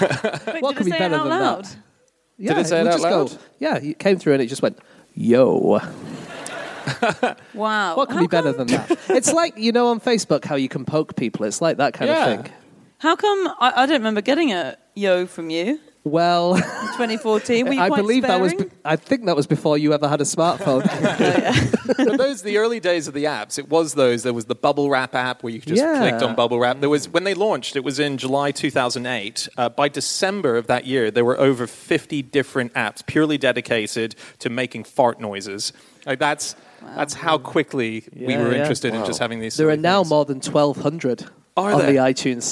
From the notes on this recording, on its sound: Live from Antwerp